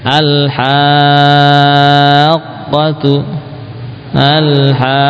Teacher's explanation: Dan kalau membaca mad jenis ini setelah panjang 6 harokat, saat masuk ke tasydid naikkanlah suara, intonasinya dinaikkan. · Term: mad lazim